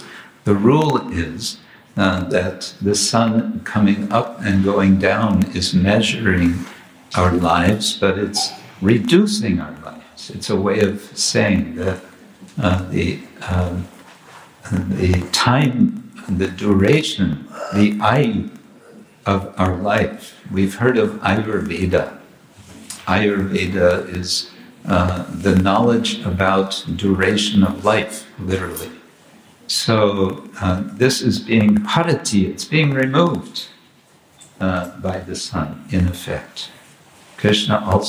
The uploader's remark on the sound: Morning lecture from Radhadesh (Belgium)